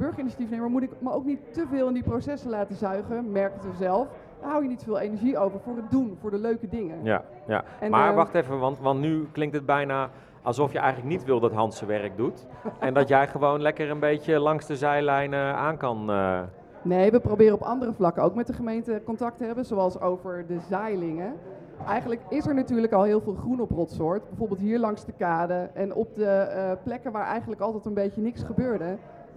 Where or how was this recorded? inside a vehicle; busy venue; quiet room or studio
busy venue